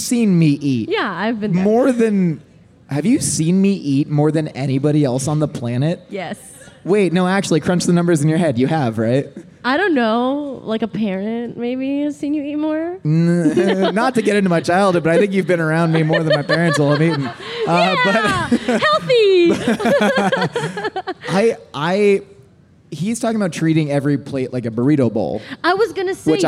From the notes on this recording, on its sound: LIVE FROM MYTHICON. Live at Mythicon.